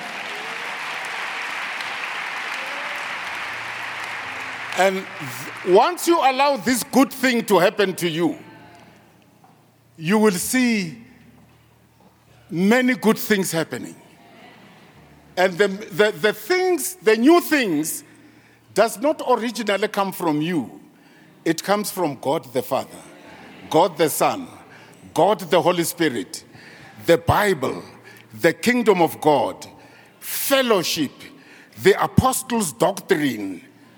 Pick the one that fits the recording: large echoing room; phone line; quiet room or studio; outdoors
large echoing room